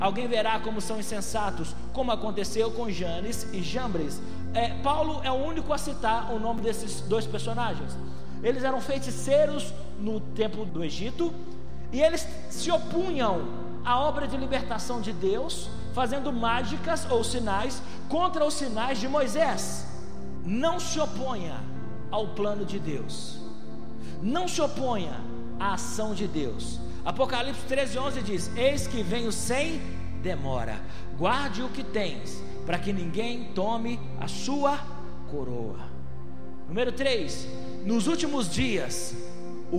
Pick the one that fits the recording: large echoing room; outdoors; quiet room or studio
large echoing room